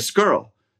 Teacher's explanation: you said skirl. That's what I heard, with no wa glide.